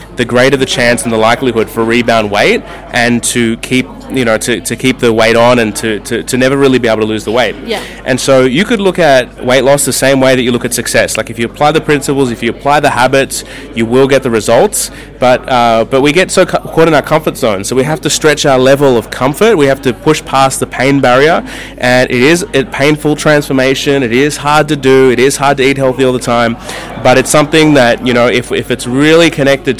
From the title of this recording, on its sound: RadioBabes LIVE at the International Millionaires Network Sydney